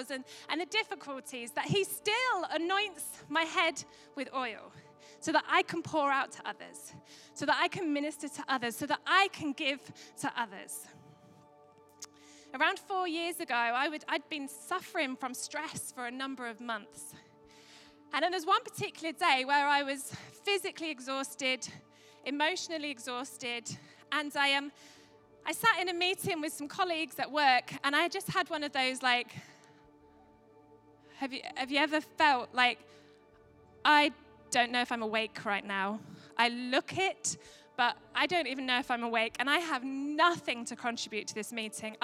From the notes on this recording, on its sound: Recorded at Life Church Lancashire 20/03/2022